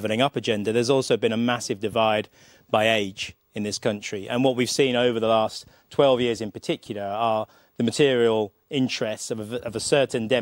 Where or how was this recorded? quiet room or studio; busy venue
busy venue